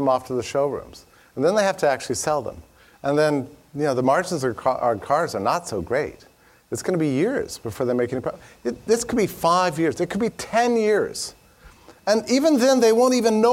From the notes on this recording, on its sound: This presentation was delivered as part of the 2015 Acton Lecture Series.